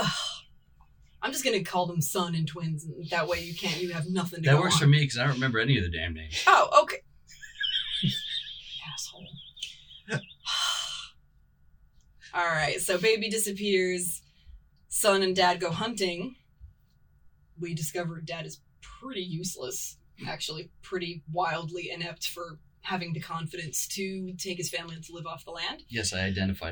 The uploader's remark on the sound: Since we're still learning, we botched the actual recording of the audio, so we used the sound from the two cameras we shot the video version of the show with. We sound fine, but it's a little "room-toney".